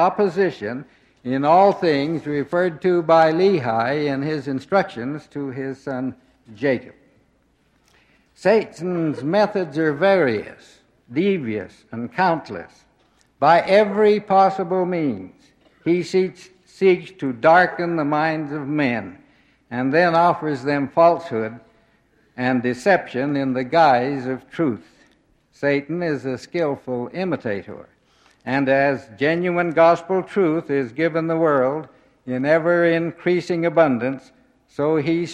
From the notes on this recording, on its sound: Address delivered at general conference Saturday afternoon, April 3, 1971